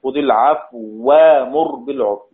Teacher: سندخل الواو في الواو بحيث تصير واو مشددة، واو مشددة.